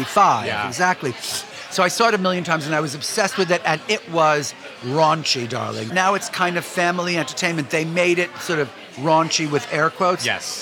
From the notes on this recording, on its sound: Over omelets and quiche. This episode of Dinner’s On Me was recorded at Pastis in the West Village, NYC.